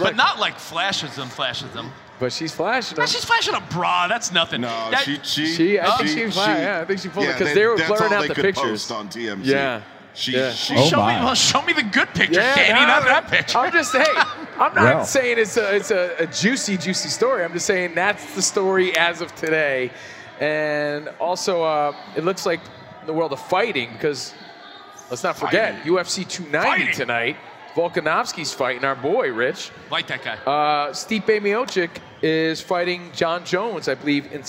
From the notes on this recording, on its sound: NBA-Con Las Vegas. Are live at the tip-off of the NBA Summer League!